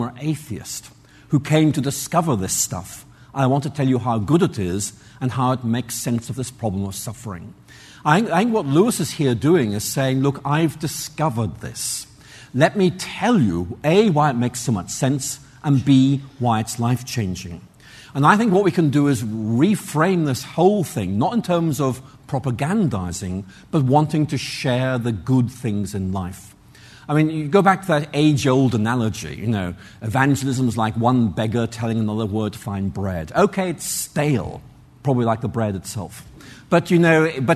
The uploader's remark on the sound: Answers audience questions following his lecture.